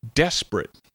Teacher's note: desperate is technically three syllables, but the second one is barely audible, so it sounds more like two syllables.